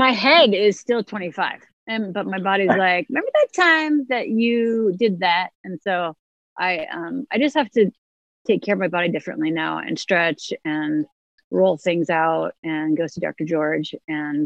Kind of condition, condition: link, video call